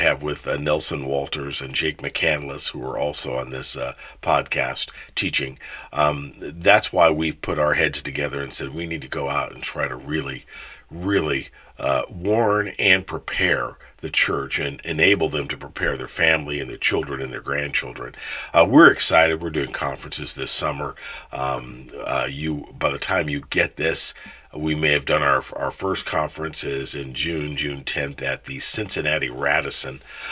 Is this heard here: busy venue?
no